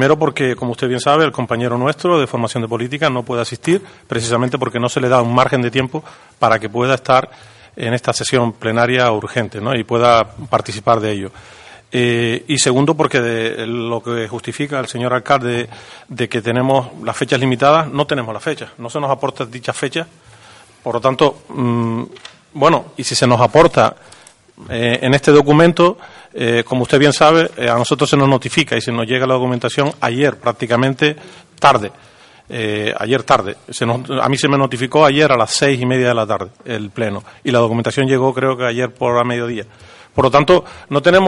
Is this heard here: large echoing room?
yes